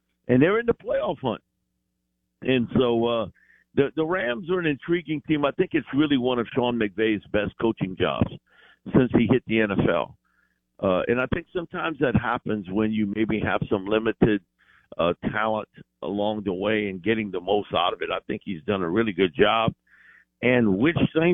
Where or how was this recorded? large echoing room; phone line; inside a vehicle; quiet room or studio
phone line